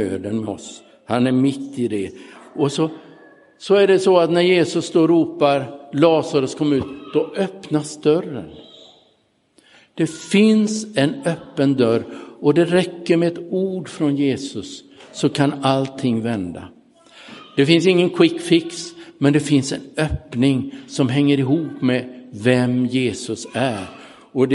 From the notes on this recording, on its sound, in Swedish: Inspelad i Roseniuskyrkan den 30 oktober 2022.